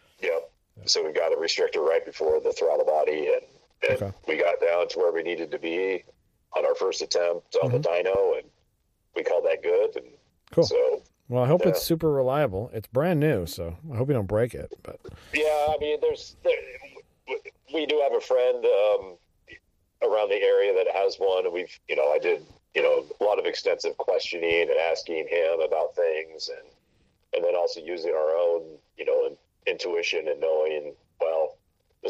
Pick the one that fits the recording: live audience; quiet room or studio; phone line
phone line